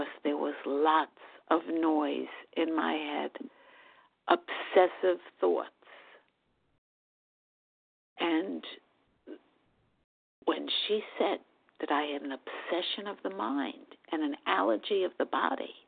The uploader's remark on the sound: from the 100 Pounders Phone Meeting, 12/21/23.